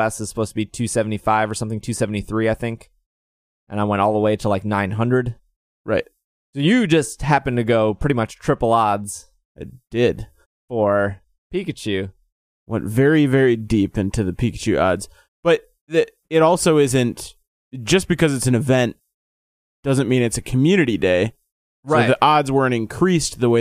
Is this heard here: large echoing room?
no